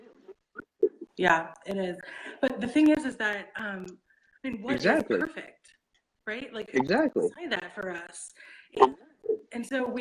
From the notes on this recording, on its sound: The audio experience on this conversation is not the best.